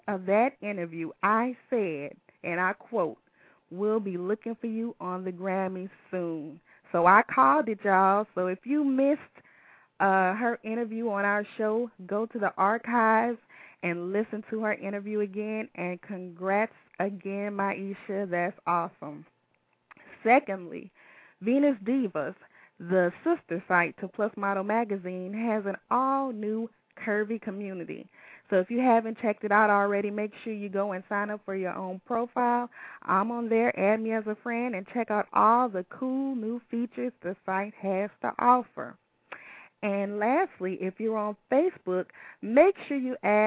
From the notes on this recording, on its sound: calling in from Sydney, Australia